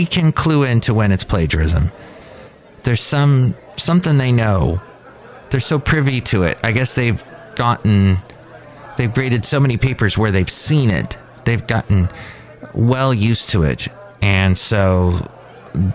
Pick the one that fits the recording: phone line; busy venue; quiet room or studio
busy venue